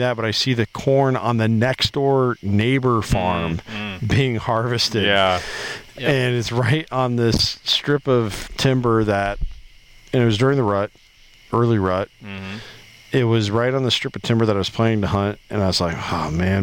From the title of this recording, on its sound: LIVE Around The Campfire